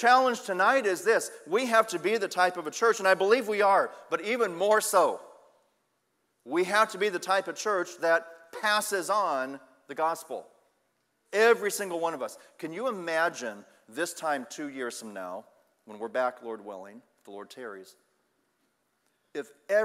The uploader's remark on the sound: Sunday Evening Service